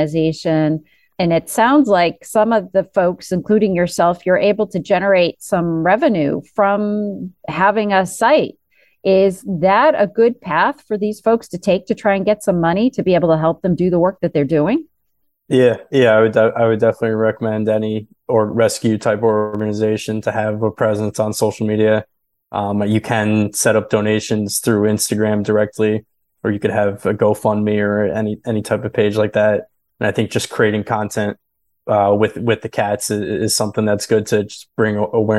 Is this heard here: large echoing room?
no